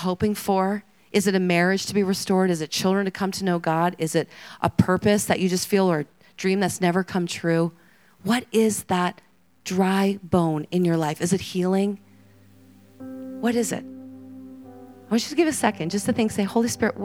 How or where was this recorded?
live audience